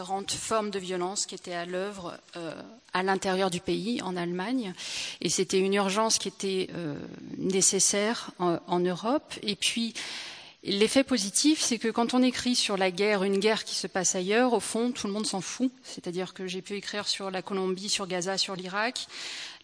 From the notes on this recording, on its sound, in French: au Théâtre de Mâcon